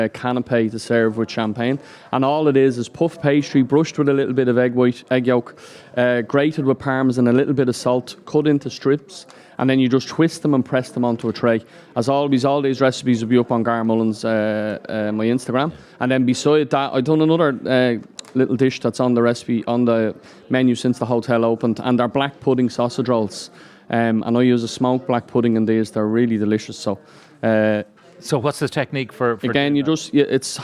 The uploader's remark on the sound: live from the Aviva Stadium